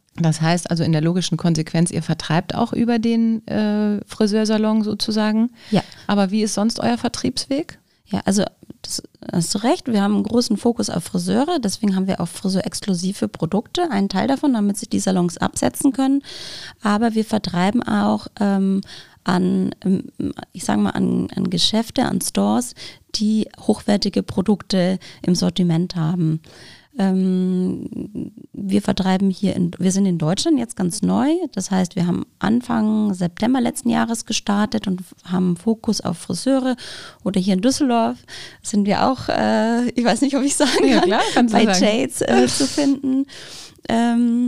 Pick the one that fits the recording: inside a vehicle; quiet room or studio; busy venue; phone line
quiet room or studio